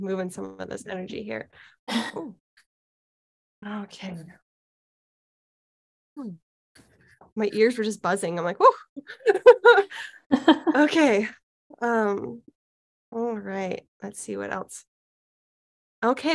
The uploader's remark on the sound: In this episode, I have the audio from a Soul Reading and Healing session I did. I have cut out some of the places where I was doing energetic healings and we did not talk. This session was a 45 min session over Zoom.